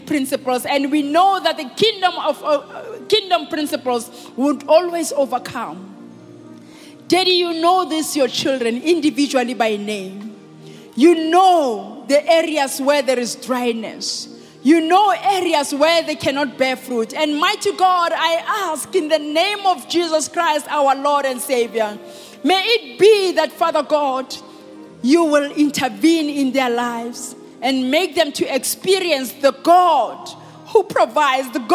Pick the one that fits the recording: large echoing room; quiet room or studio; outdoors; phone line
large echoing room